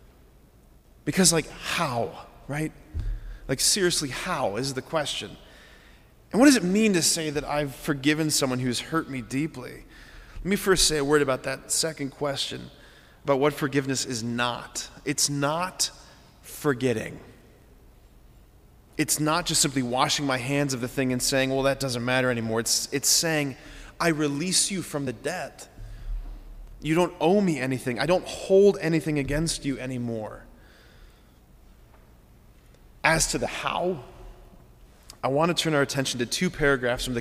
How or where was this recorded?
large echoing room